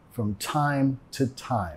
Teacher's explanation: estamos reduciendo el to a t